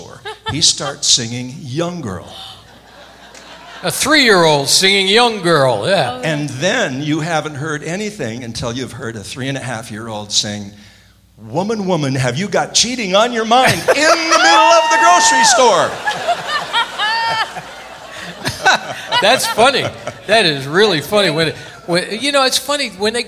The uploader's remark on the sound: Live at the SouthPoint Casino